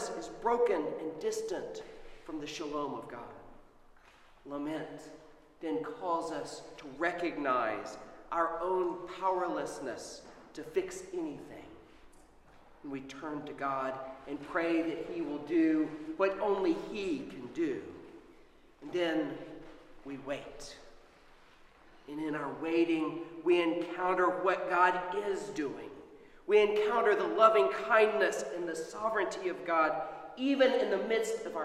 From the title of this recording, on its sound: Sermon at Holy Trinity Anglican Church